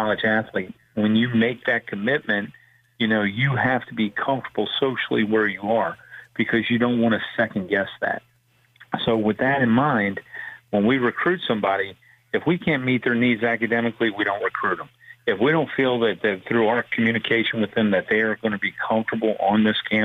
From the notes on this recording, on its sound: We open up the phone lines and take calls from around the country